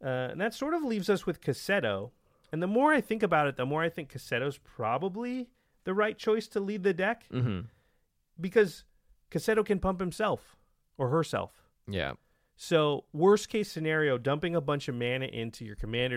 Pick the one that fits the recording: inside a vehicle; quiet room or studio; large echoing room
quiet room or studio